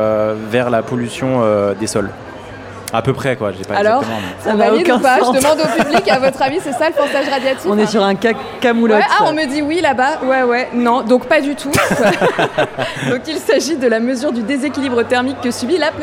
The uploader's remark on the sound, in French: On voulait vous faire découvrir ce nouveau format enregistré pendent le So Good Festival. En direct du So good Festival à Marseille.